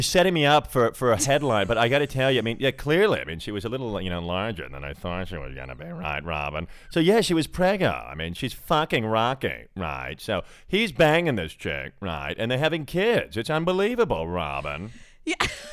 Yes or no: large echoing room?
no